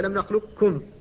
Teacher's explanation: مخرجان لكنهما تقاربا، فالقاف مستعلية من حرف الاستعلاء والكاف ليست كذلك، فالاستعلاء الذي يحصل في القاف عند ادغامها سيبقى على هذه الرواية